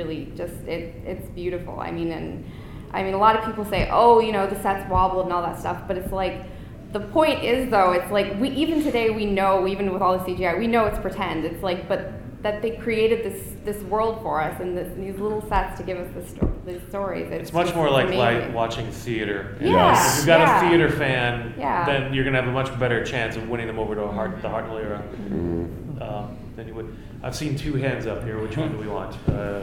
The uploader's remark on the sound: In this episode we go back to a panel from Chicago TARDIS 2016.